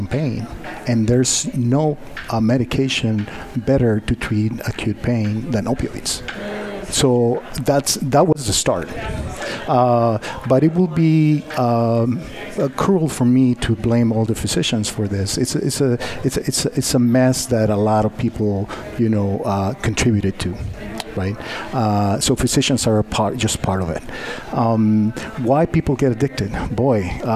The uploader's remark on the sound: Broadcast Live from The 15th Annual Cesar Chavez Conference.